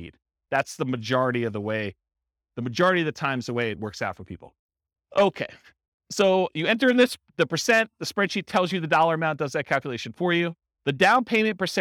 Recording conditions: live audience